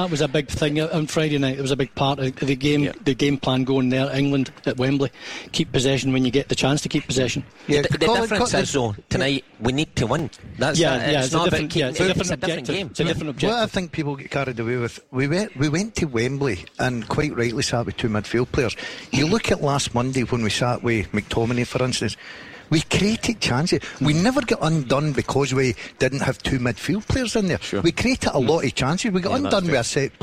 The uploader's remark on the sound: live from Scotland HQ at Drygate Brewery